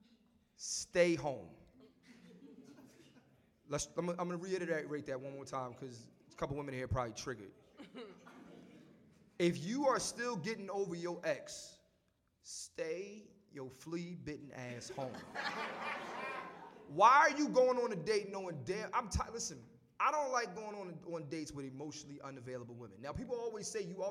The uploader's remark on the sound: New York City Live Podcast